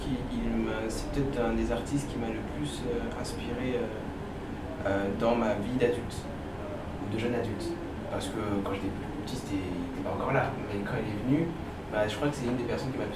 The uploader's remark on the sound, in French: L’enregistrement a eu lieu dans un restaurant parisien, ce qui expliquera la qualité du son.